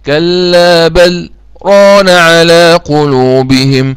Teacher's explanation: يقف على بل بلا نفس